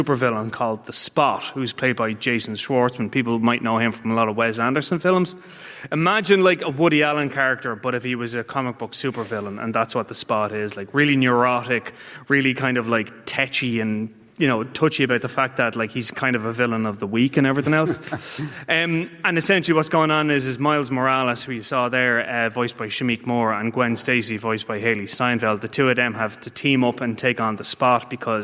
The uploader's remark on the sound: Live from the Triskel Arts Centre in Cork City. Part of Newstalk’s Summer Tour.